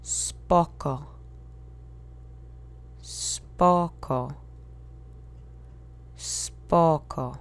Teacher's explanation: The accent is on the first syllable. Make sure you keep those vowels monosyllabic.